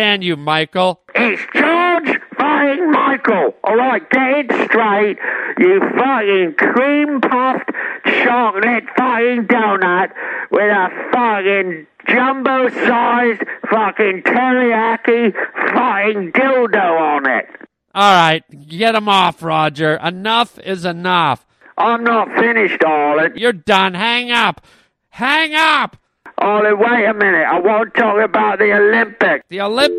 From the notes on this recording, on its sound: Phone calls from listeners.